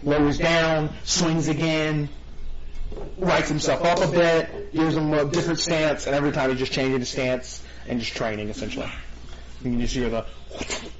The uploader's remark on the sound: We have managed to scrape together a ear-piercing, echoey but very pretty and exciting session of DND!